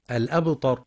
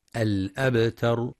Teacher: وبعضهم يفخم التاء فيقترب لفظا من الطاء الأبطر، والصواب ترقيقها الأبتر، وينتبه القارئ لقلقلة الباء الساكنة.